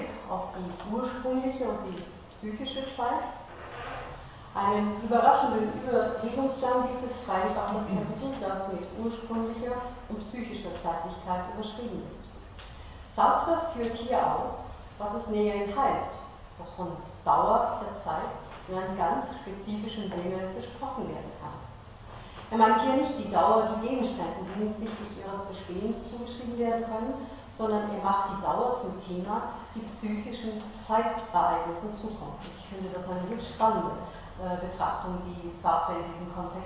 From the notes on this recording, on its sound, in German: Diese Vorlesung wurde von Studierenden der Uni Wien im Sommersemester 2012 aufgenommen